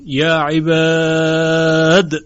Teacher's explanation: و اگر وقف بکنیم به روایت حفص، به سکون دال میخوانیم، یا عباد، قلقله دال رو باید ظاهر کنیم